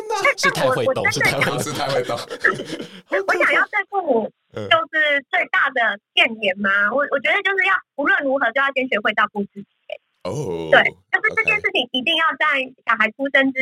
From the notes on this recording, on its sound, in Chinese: 此集為遠端錄音，音質不好